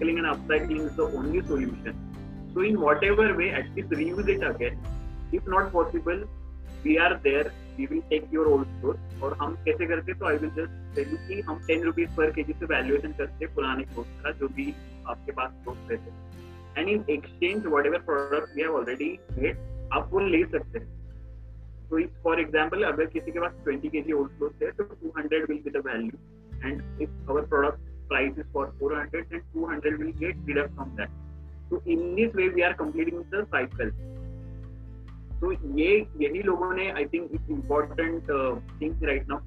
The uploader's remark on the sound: interactive session over zoom